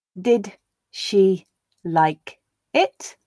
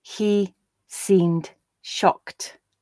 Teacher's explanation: And again, this tends to be a very, very subtle thing, just noticeable where the voicing of the d is carried over into the beginning of the sh, giving that j feel